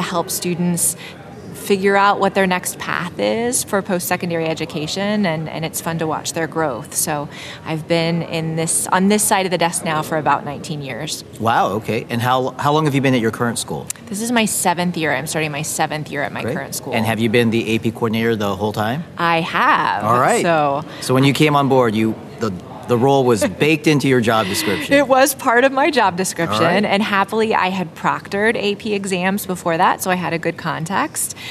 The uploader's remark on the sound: Live at the AP Annual Conference. Live from the AP Annual Conference in Seattle, WA. In this collage of short interviews.